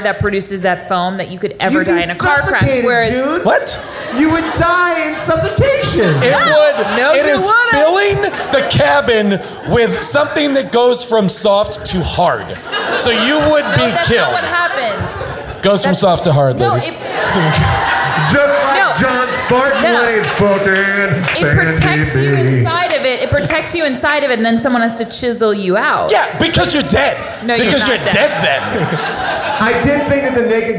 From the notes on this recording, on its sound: Recorded LIVE at SubCulture in New York